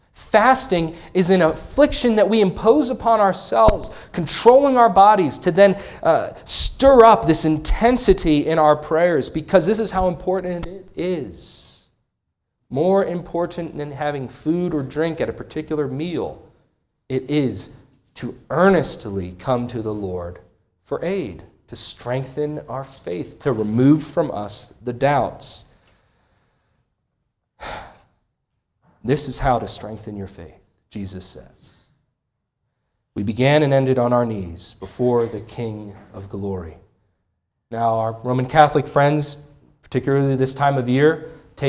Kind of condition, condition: setting, large echoing room